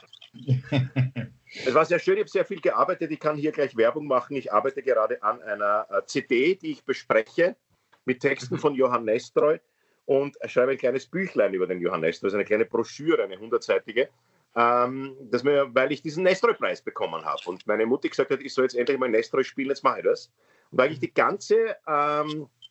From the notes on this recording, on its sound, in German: Aufzeichnung einer Skype Session. Finden sie ihr Publikum, indem sie einander via Skype am Abend beim Reden zusehen.